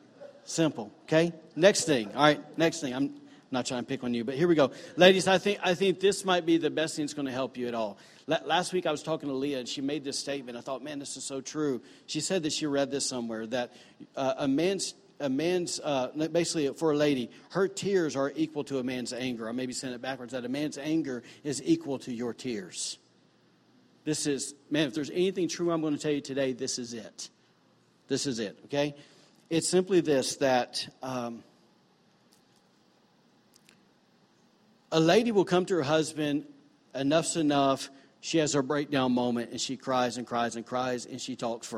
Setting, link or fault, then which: setting, large echoing room